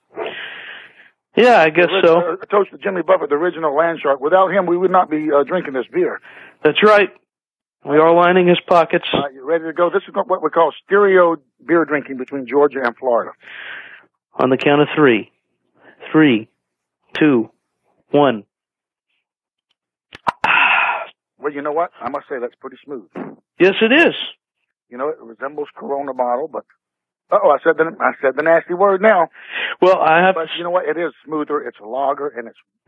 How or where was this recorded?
phone line